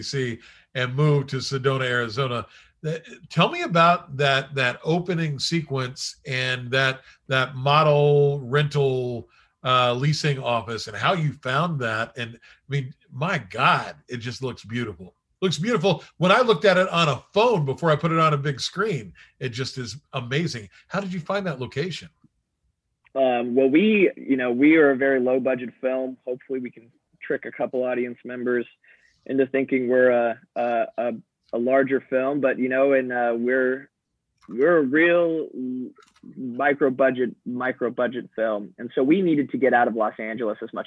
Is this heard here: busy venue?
no